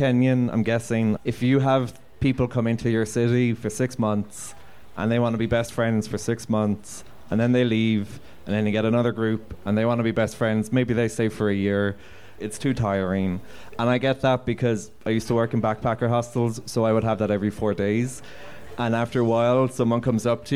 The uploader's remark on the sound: comes from a live panel event held on March 10th in Nairobi